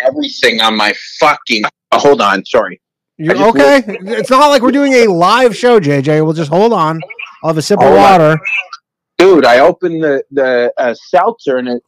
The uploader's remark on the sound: The bad advice question/call in show.